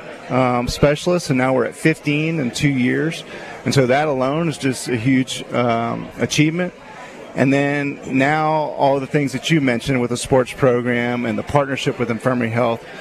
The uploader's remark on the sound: LIVE From Felix's Fish Camp!